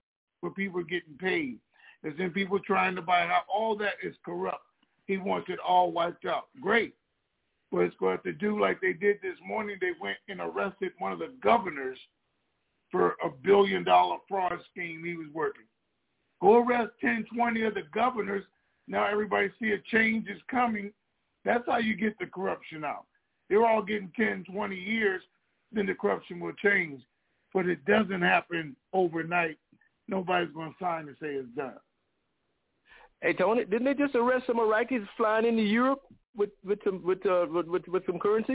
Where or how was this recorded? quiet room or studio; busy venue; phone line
phone line